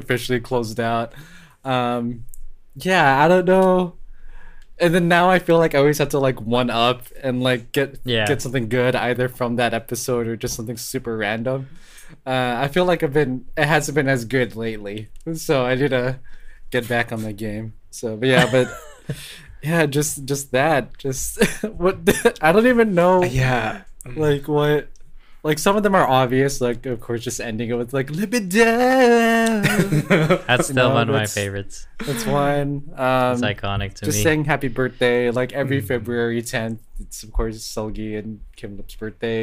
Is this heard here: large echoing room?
no